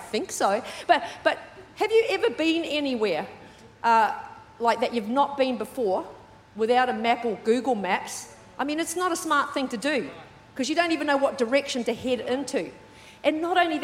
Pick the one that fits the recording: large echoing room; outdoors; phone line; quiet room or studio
large echoing room